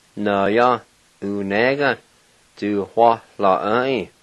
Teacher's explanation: there's a H sound between the WA and the LA